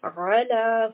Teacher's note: Here we have the letter عَيْن، and عَيْن is a letter of the throat. So when we recite, there should be a slight strangulation.